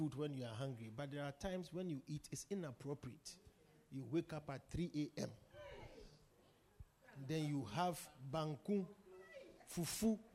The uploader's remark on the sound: Preached at the Supernatural Encounter Service - The Poimen Church- HQ